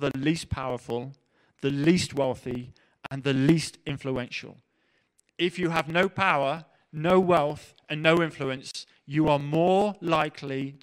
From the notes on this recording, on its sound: Preached at The LCC Sunday Service